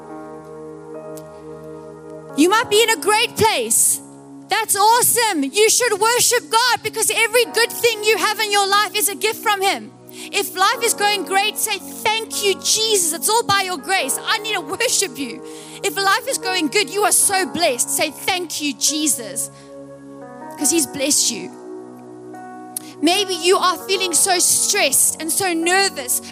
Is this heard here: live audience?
yes